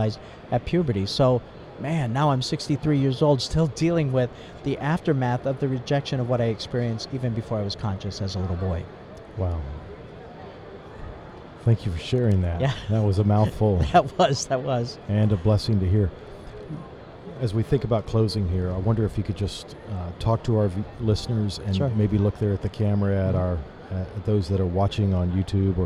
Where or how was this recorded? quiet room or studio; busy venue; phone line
busy venue